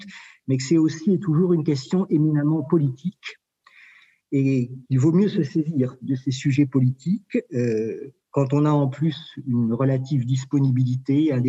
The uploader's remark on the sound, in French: Enregistré sur Zoom le 4 février 2021